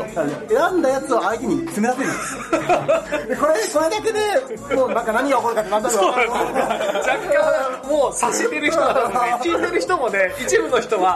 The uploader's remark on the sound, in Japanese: 月末にイエサブ秋葉原RPG館で開催されたアナログゲーム体験会の終わりしなに収録しています。体験会が好評だったため、若干ガヤが入っておりますがご了承ください。